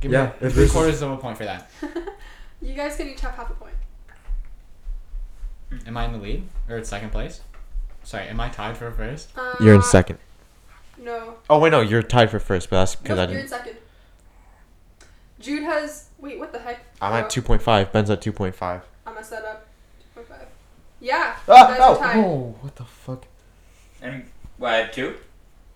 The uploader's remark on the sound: the audio kinda sucks on this one, sorry about that.